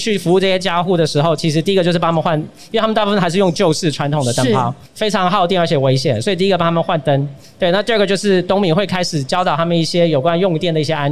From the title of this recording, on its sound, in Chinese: 2021 Energy Taiwan智慧能源週-Live Podcast